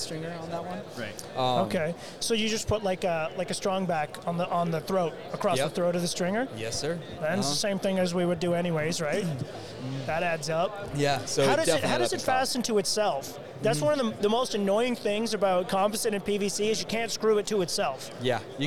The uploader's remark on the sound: Shot a LIVE episode from the Owens Corning booth.